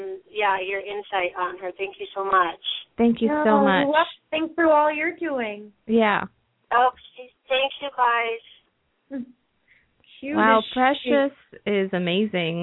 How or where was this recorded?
phone line